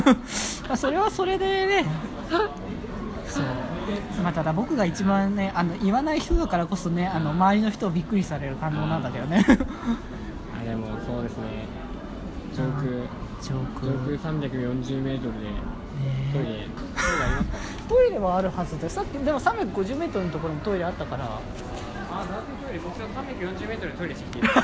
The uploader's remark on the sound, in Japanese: 東京デート。初の野外での収録でどきどきでしたが楽しかったですね～。